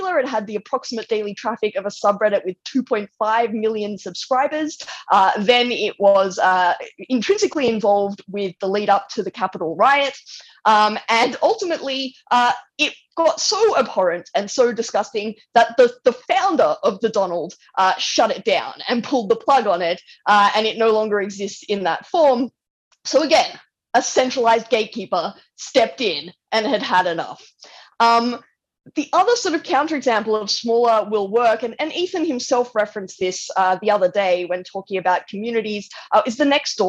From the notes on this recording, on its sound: This episode shares a recorded talk from the 2021 Reimagine the Internet conference, a virtual conference co-hosted by the Knight First Amendment Institute at Columbia University and the soon-to-be-launched Initiative on Digital Public Infrastructure at the University of Massachusetts, Amherst.